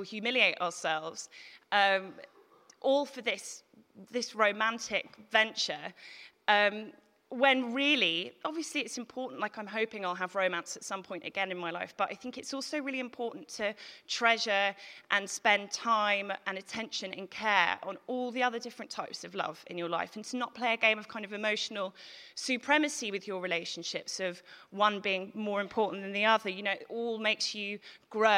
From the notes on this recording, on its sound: Recorded at The Tabernacle on March 2018.